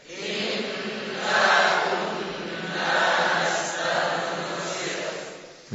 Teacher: Waqaf pada nastansikh gimana? Mengganti dhammah dengan sukun.